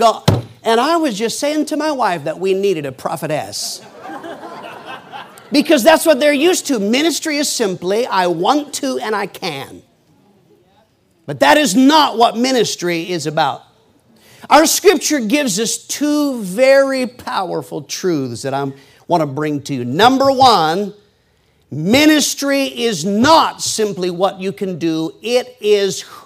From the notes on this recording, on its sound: PREACHED IN MCMINNVILLE FRIDAY PM 2011